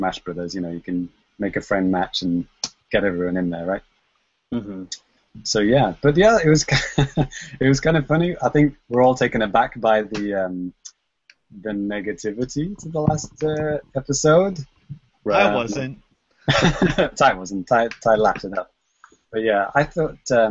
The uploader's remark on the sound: Recorded LIVE via Google Hangouts on Air